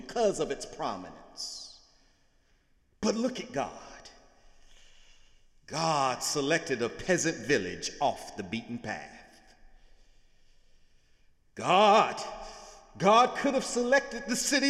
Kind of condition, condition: setting, large echoing room